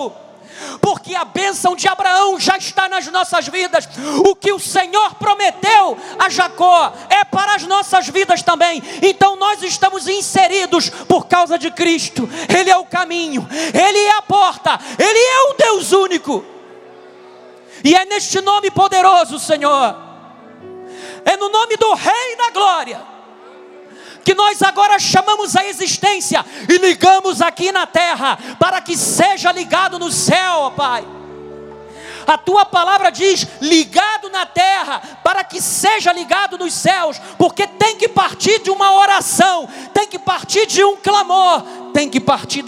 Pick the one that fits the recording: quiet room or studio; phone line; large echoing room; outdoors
large echoing room